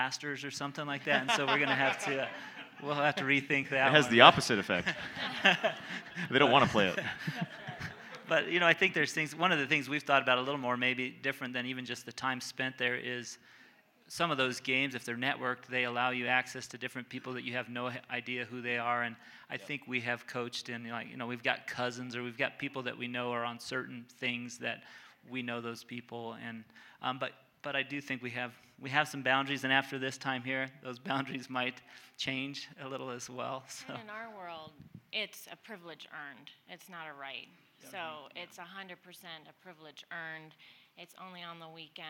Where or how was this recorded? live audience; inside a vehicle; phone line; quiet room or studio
live audience